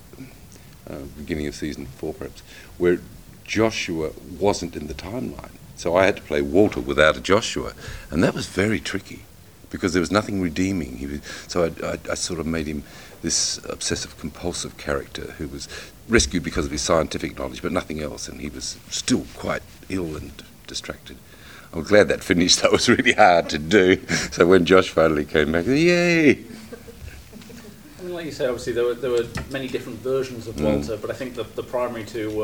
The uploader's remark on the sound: recorded at this year's MCM London Comic Con